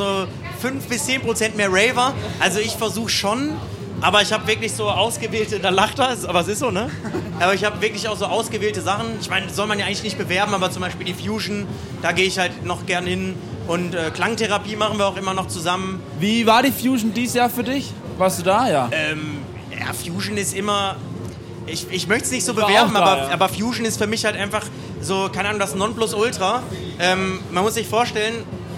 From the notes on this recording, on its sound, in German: Diesmal sind wir auf dem Spaze Festival unterwegs. Hinter das Mikro und vor die Kameras bekommen.